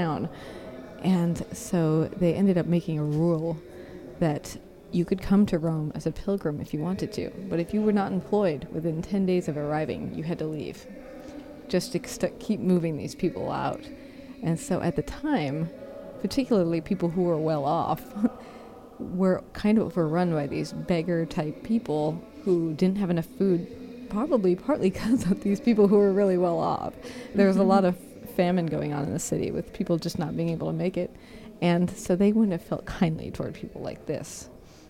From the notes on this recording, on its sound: a rebroadcast of our walking tour through Rome